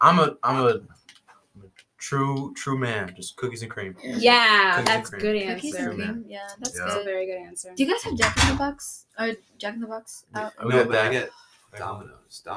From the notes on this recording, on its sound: Apologies for the sound quality this is our first episode.